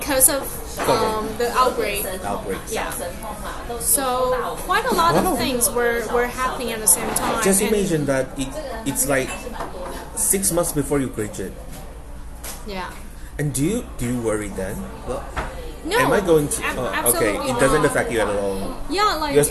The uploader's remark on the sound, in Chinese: 這是一集極具挑戰性的一場錄音。它發生在早上九點的早午餐，它更發生在人聲鼎沸的餐廳之內；又再一次，我為錄音品質感到抱歉。錄音編輯後製：完全沒有。